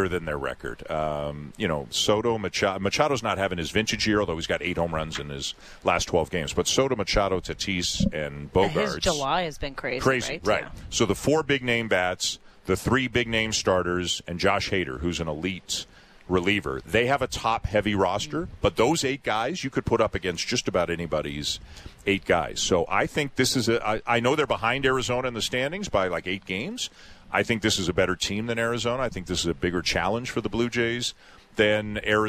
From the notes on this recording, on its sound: Live from the Rogers Centre